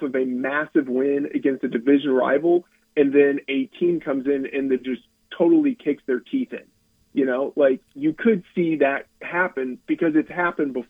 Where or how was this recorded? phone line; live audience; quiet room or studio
phone line